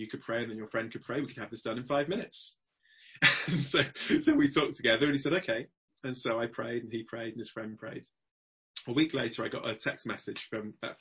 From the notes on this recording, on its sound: Zoom gathering on Tuesday 25th April 2020 - With Questions and Answers afterwards